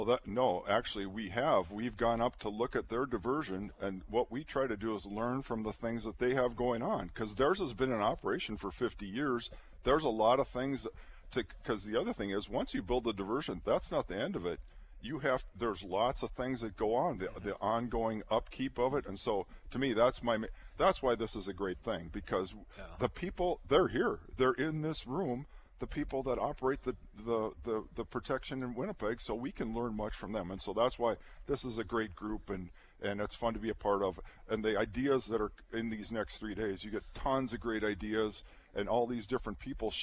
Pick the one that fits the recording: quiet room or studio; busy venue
busy venue